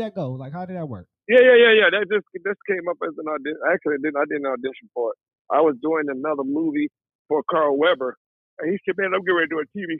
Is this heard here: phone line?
yes